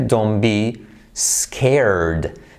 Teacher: La T casi no se pronuncia, se omite.